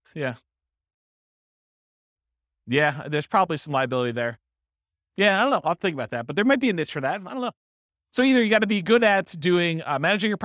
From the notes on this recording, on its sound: This was a live class recorded